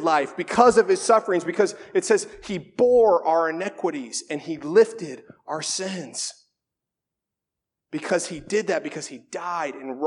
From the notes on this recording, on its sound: This sermon was originally delivered at Faith Reformed Church in Lynden, WA on February 3, 2019.